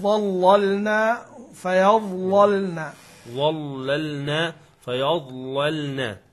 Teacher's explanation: وليحذر القارئ من تفخيم اللام الثانية · Term: مرققة